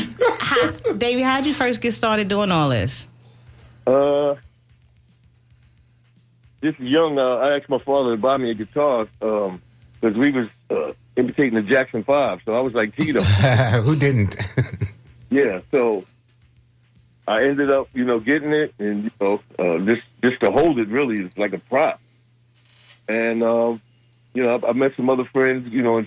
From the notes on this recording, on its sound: unique magazine format call-in show